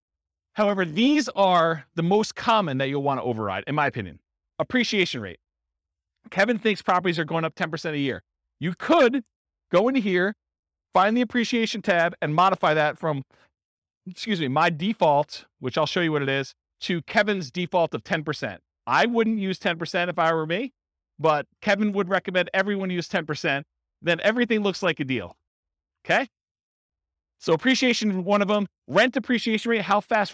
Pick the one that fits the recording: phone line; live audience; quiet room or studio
live audience